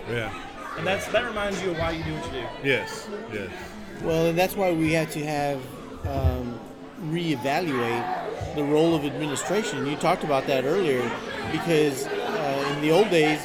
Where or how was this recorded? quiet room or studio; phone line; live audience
live audience